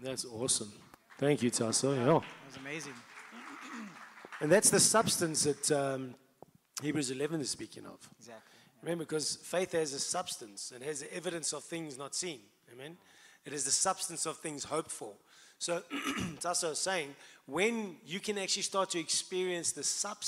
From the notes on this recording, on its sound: Host a round table discussion to consolidate the sermons in this series and take questions and comments from the live audience.